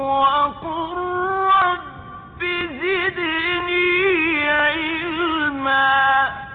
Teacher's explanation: فقد أدغمت اللام الساكنة في وقل في الراء المتحركة في كلمة ربي، ونطق بهما راء مشددة · Term: إدغام متقاربين